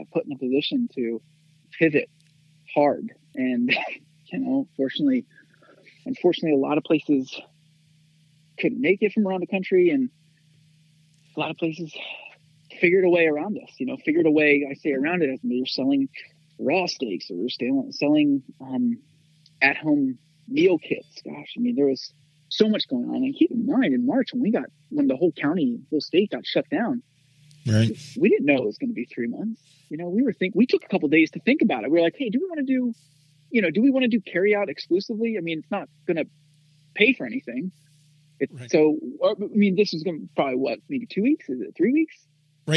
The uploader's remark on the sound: We hopped on the phone.